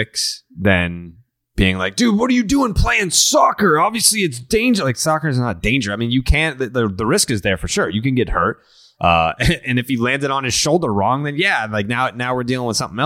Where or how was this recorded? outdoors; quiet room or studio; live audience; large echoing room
quiet room or studio